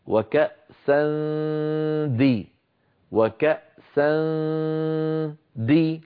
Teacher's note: التنوين الآن، وكأسا دهاقا أيضا أهيئ فمي على قرب مخرج الدال، فإذا انتهى صوت الغنة أقرع بطرف لساني مخرج الدال هكذا، وكأسا دي وكأسا دي، لما أقول دي عندئذ أقرع مخرج